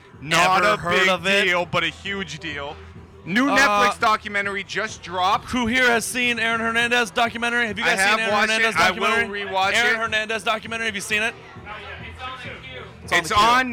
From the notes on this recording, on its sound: LIVE at The Greatest Bar in Boston, MA.